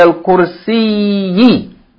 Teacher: So kursiyi is written with a shadda on the ya. So the ya, the kasra of the seen is elongated by the first ya, and the second ya is a consonant that has a vowel